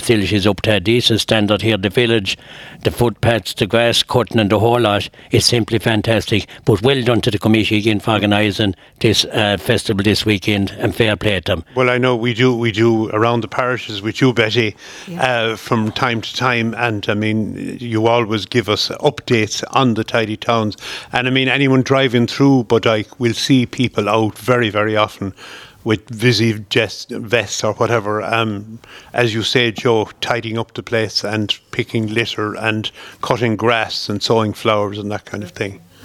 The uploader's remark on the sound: Broadcast live Bodyke Festival 2023